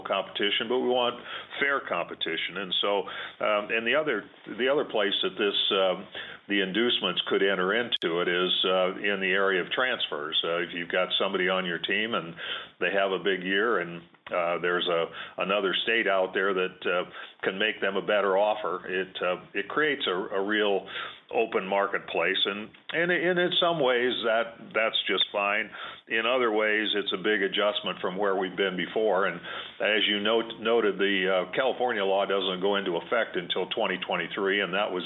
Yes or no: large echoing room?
no